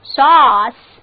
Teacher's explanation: 字母组合 A-U 发作 O 的长音